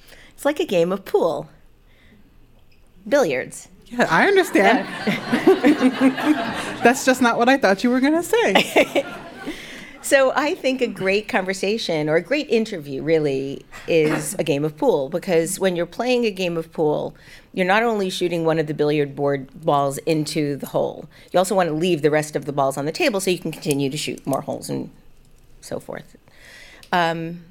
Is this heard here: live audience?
yes